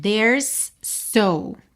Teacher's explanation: Quando a gente tem uma palavra que termina em S e a próxima começa em S, você ouve um S só.